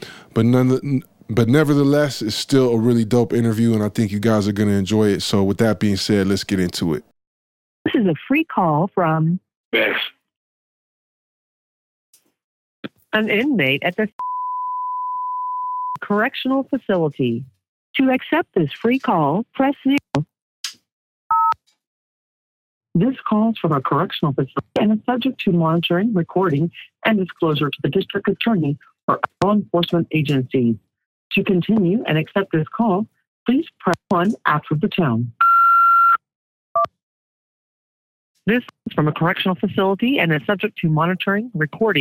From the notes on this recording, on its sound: Exclusive interview via phone from jail.